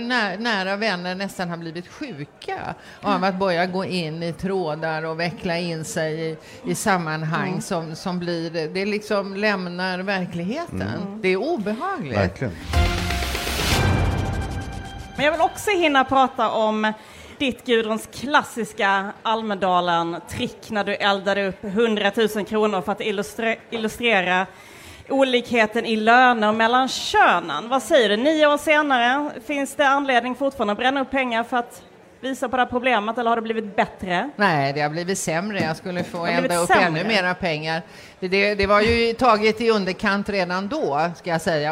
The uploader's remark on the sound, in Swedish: Live från Almedalen